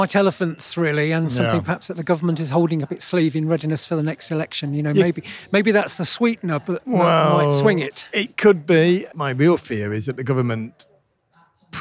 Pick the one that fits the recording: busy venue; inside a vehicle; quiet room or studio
busy venue